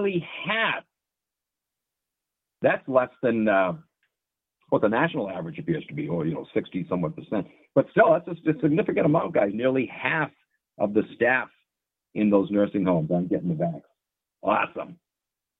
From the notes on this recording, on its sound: opens up the call in lines